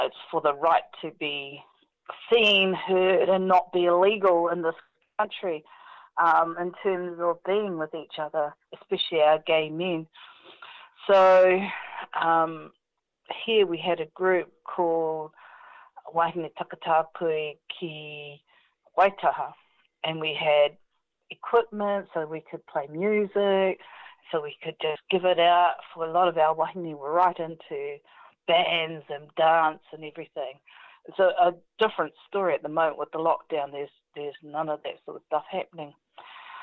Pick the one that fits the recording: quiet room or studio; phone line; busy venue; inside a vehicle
phone line